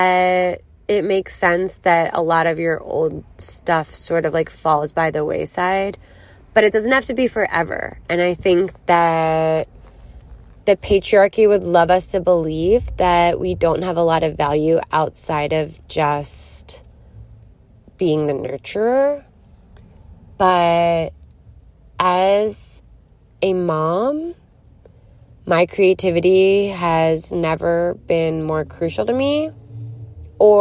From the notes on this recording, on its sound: Recorded in a car in Philadelphia.